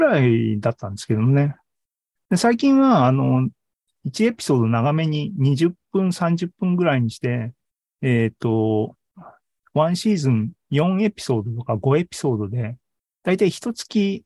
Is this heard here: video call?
yes